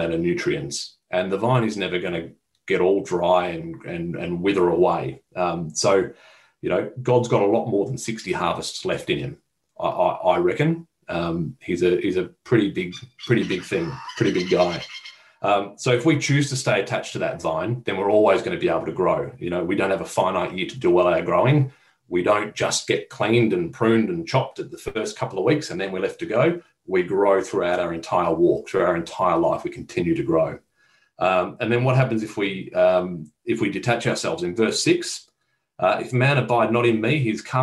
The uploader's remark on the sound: Talk 1 from the Wednesday United zoom meeting on 21 July 2021.